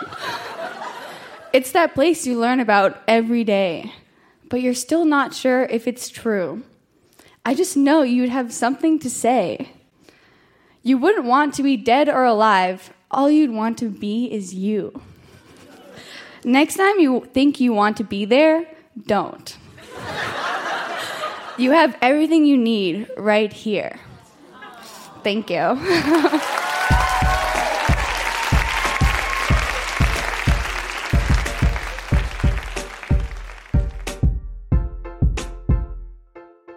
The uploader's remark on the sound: Recorded live at The Royal Cinema in Toronto.